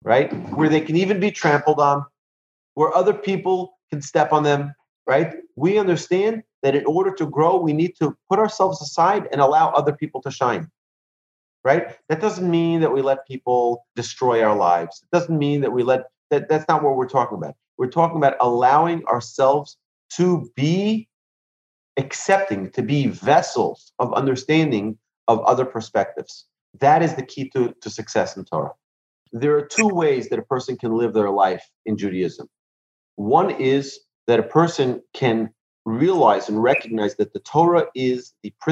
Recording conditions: video call